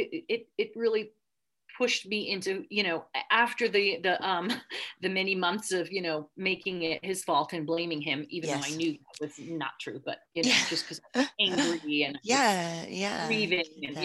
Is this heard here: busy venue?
no